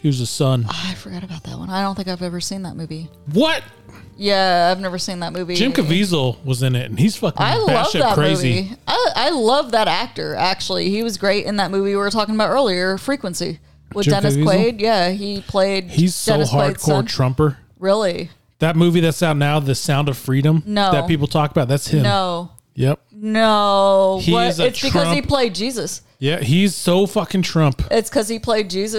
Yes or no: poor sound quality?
no